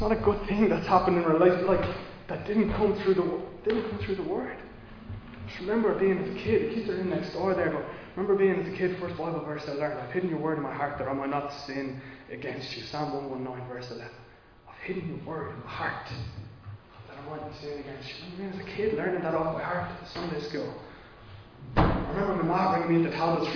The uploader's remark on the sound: Recorded live in Liberty Church on 5 December 2021